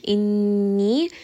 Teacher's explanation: Inni, here noon is going to have ghunna. So make sure that you rest on this noon ghunna for a little bit inside of the nasal passage.